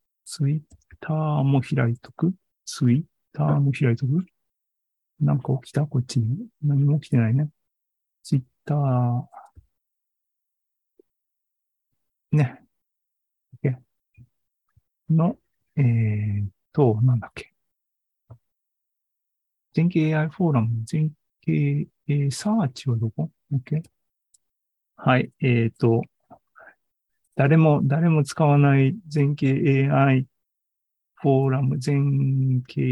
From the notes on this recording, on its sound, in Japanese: ２０２２年９月２８日に開催した ZOOMライブの模様です。